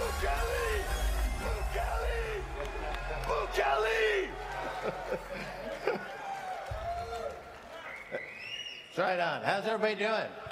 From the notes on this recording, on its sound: Scam Economy LIVE in Brooklyn. LIVE episode of Scam Economy as part of the Digital Void Festival: Brooklyn on May 26 at Littlefield's.